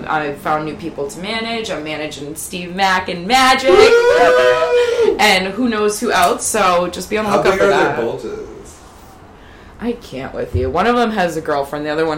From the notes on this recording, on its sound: They sit down in their living room amidst the ambient sounds of New York City